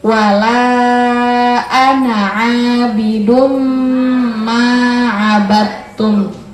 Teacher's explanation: Bidum masuk ke mim dan didengungkan dengan mendengung. · Term: idgham bi gunnah